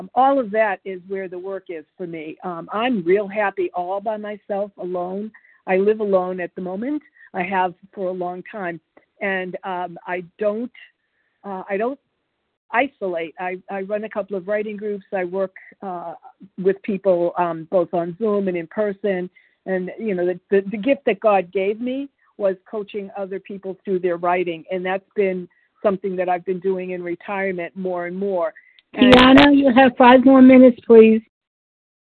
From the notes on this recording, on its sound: qualification from the 100 Pounders Phone Meeting